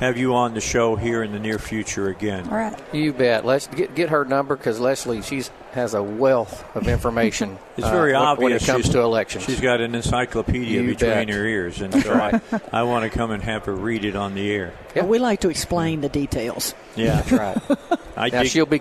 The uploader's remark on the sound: Live at the State Capitol for Filing Day